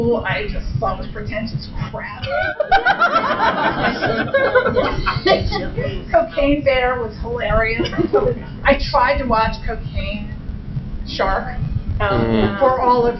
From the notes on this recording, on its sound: Live From DragonCon. Bonus episode recorded this past Labor Day weekend at DragonCon! Participated in a panel about the horror films of 2023 so far.